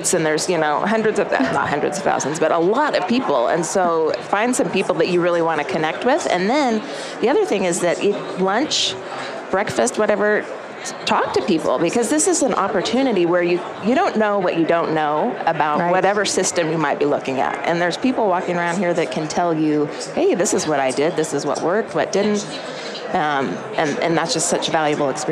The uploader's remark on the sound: LIVE from Las Vegas, at #HRTechConf